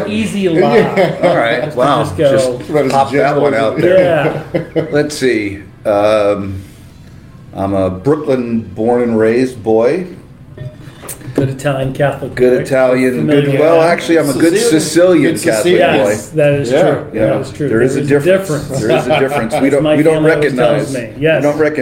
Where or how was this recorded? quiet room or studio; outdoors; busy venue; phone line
busy venue